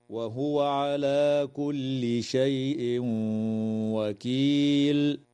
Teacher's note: يدغم التنوين في الواو مع الغنة